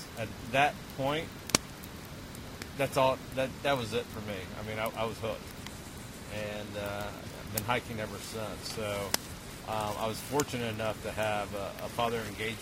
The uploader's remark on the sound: Recorded at a remote campsite on the Chattooga River